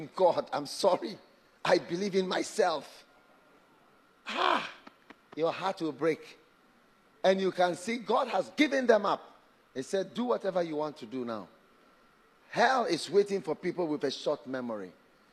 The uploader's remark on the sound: Preached at Light Conference 2023, Cathedral of Praise, Manilla, Philippines